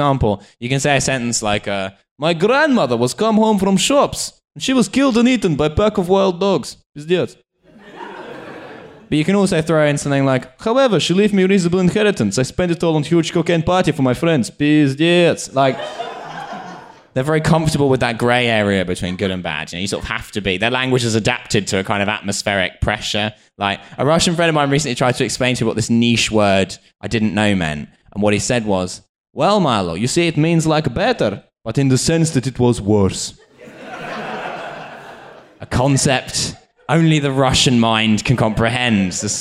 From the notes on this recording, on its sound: TF Live in Cambridge. We played another show outside of London—this time at Wolfson College in Cambridge.